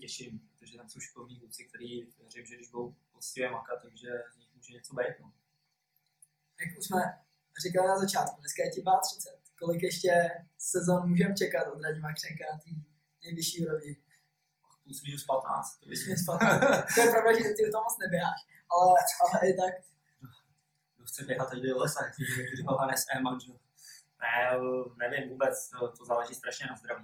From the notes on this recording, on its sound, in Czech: Omlouváme se za horší zvukovou stopu.